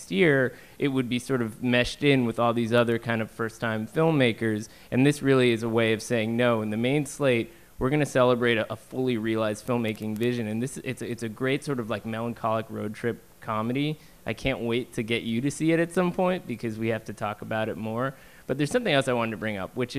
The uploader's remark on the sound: Live From NYFF